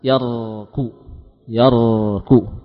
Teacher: setelah digetarkan sekali, selanjutnya pertahankan suara mengalir tanpa getaran. · Term: sifat takrir